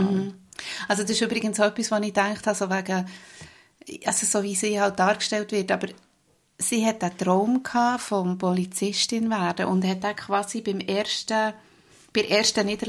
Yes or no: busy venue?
no